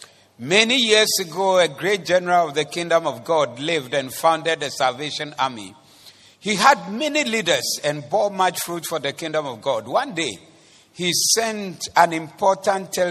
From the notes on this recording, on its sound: Preached at the Zeloo Service 02042023